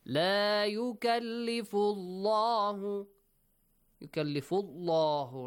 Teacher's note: The word Allah, the lam in the word Allah, is pronounced heavily because there is a dhamma sound before